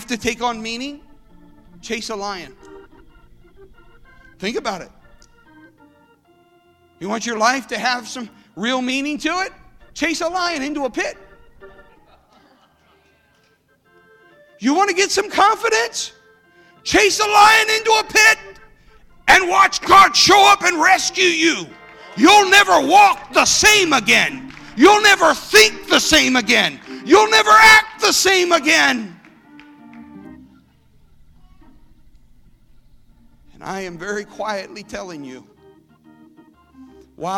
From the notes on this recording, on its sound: This service was recorded live at Newark United Pentecostal Church.